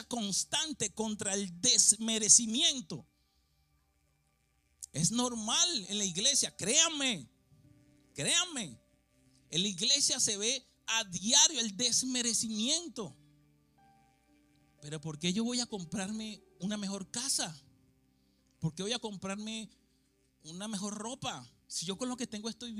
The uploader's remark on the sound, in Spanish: Grabado en la ciudad de Philadelphia en la iglesia H2O.